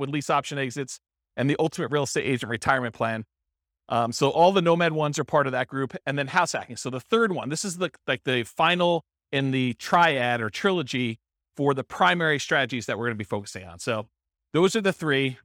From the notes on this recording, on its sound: This was a live class recorded